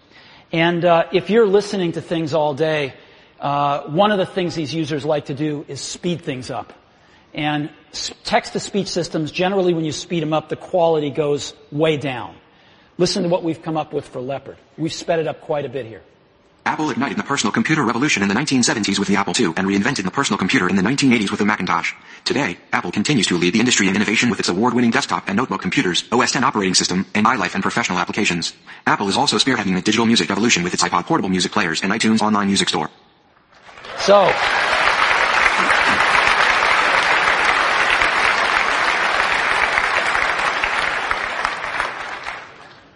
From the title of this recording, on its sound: Live from WWDC 2006